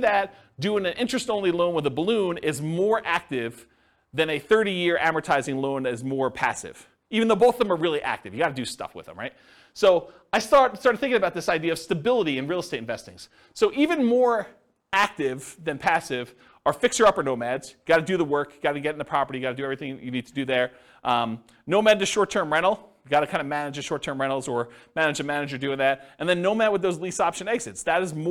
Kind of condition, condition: setting, live audience